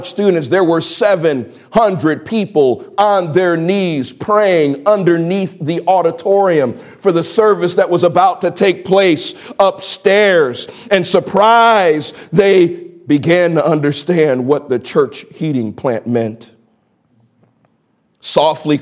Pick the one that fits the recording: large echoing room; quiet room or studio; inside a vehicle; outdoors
large echoing room